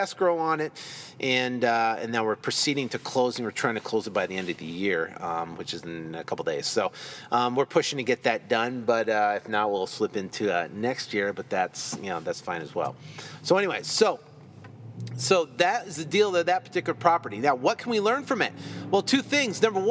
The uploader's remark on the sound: In this episode I’m recording from my car coming back from opening escrow on a deal were working on right now.